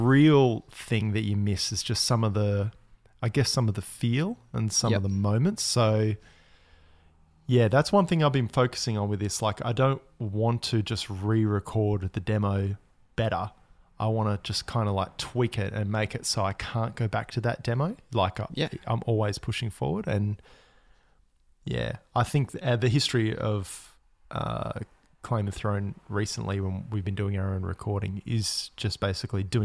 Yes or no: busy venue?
no